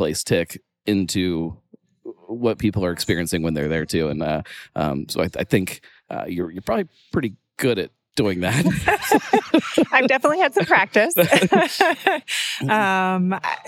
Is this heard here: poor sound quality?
no